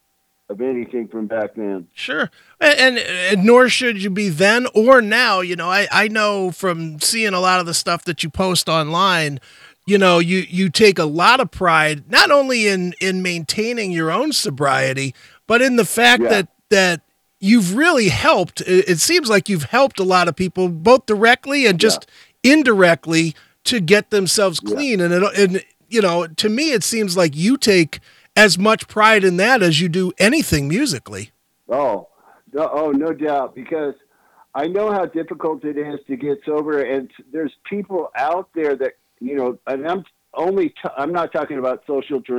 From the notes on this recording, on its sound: called